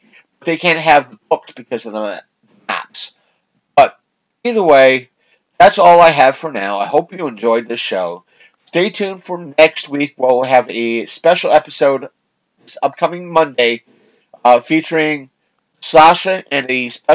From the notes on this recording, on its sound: Fighting his mic issues